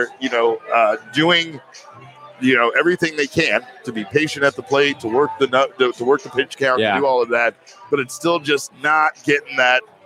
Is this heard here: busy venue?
yes